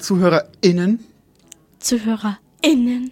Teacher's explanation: Liebe ZuhörerInnen mit dem gutturalen Glottisschlag